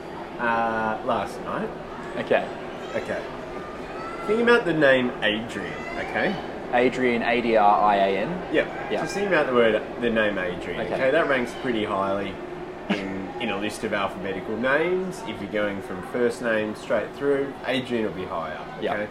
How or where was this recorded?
busy venue